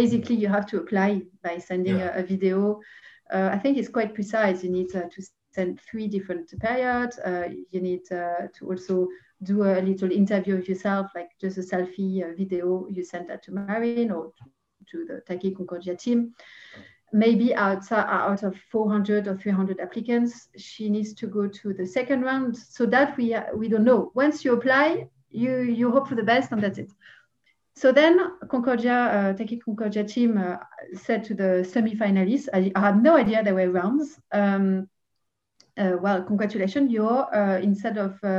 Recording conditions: video call